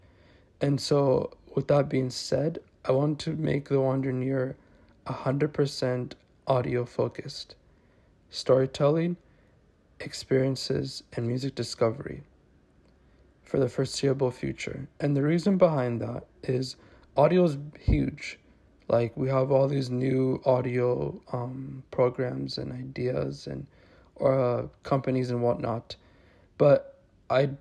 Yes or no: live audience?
no